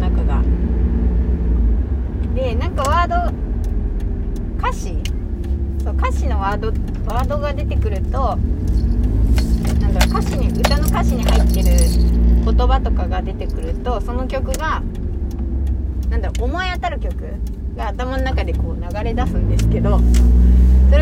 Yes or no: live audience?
no